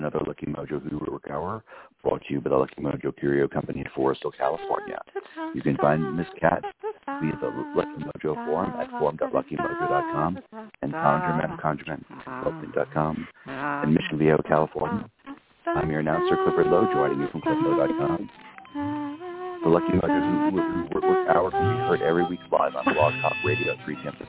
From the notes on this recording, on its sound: a real, live call-in show